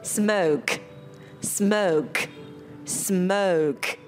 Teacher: hãy kéo dài âm S ở đầu câu trước rồi hẳn bật chữ smoke. Thì như vậy mọi người sẽ khó mà rớt được chữ S ở phía trước.